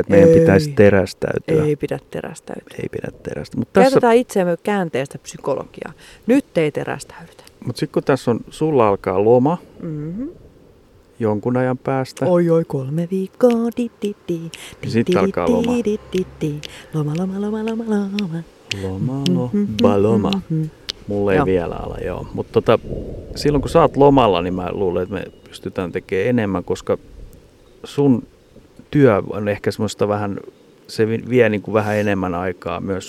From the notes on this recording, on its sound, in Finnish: Jakso äänitetty pihalla joten ulkoilman korkea happipitoisuus aiheuttaa hetkittäin tarinankerronnassa hyppyjä.